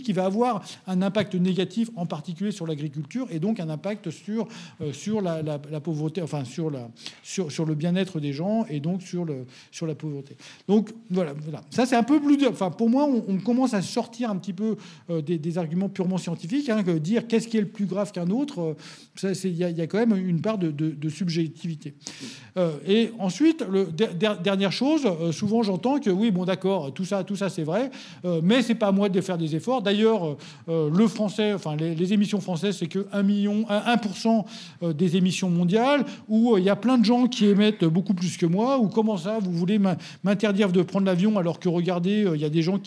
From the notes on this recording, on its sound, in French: Enregistré au REC 2023 à Toulouse.